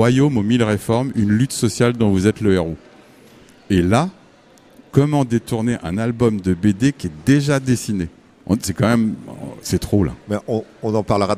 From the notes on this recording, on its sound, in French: Au Marché de Lëon, marché de créateurs organisé par Radio Béton à la mairie de Tours